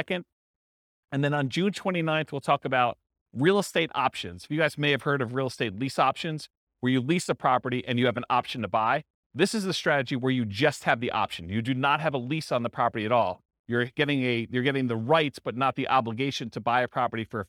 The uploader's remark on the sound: This was a live class recorded